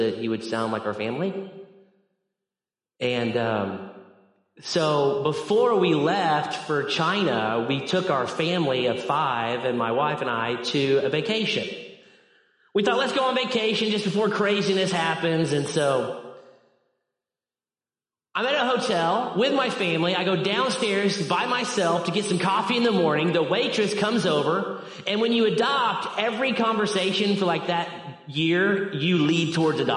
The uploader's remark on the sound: Midland Evangelical Free Church Sermon Audio. Midland, MI.